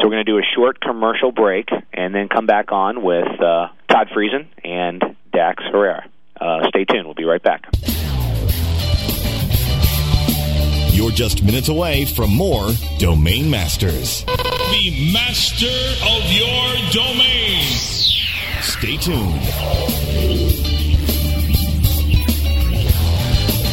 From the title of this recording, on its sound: LIVE from SES New York